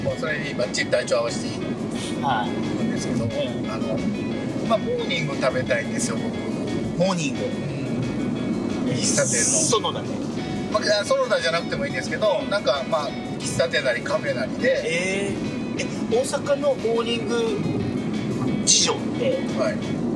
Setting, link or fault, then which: setting, inside a vehicle